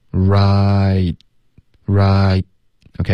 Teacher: 结尾的 T 呢我们会省略，那我们省略的时候呢 All right 要导致一个干脆的停顿 Right RightOK，然后这个停顿是靠舌尖顶上颚、封住气流，挺的干脆。第一那个 allin，顶舌尖，顶舌尖，不要动嘴唇，不要动嘴唇，要读